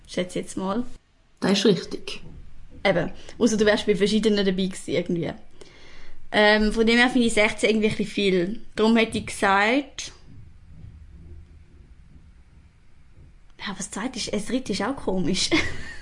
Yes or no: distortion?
no